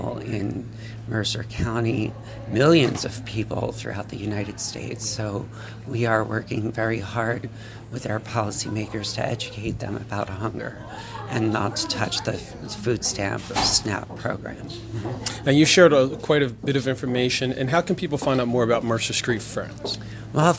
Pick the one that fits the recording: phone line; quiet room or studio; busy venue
busy venue